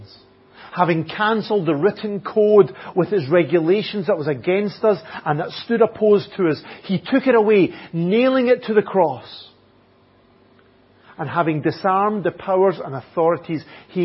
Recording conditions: large echoing room